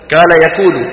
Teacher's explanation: في منطقة صفد بفلسطين وغيرها يجعلونه كالكاف، يقولون فكال له، كال يقول بدل إيه قال يقول.